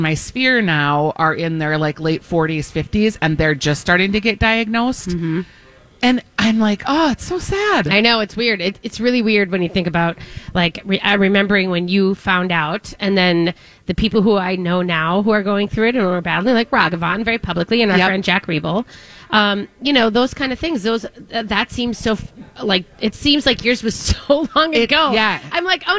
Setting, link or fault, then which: setting, busy venue